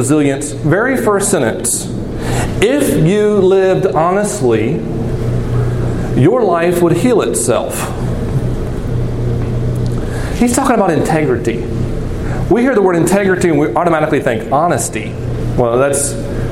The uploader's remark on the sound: This recording is from Geneva College Chapel on Feb.